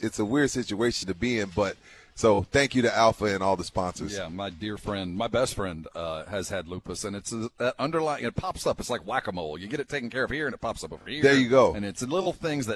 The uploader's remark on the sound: Live from the SA Sports Star Golf Classic at Olympia Hills.